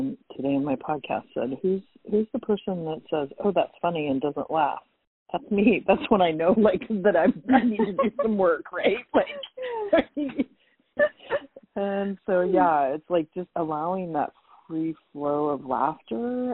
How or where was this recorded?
phone line